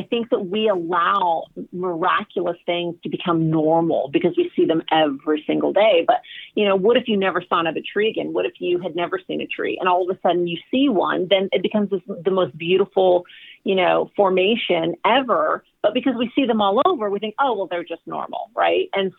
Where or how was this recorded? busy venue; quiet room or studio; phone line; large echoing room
phone line